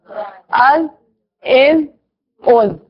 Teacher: زبان اوپر اور نیچے کی دونوں دانتوں کے درمیان آئی ہے. ثنایا الیا اور ثنایا سفلا. · Term: زال